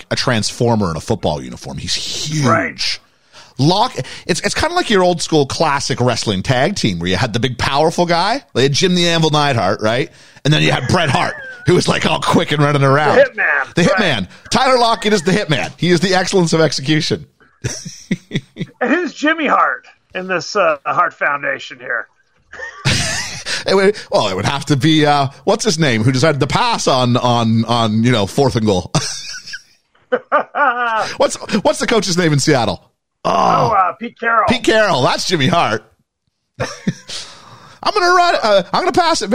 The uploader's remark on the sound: joined on the live call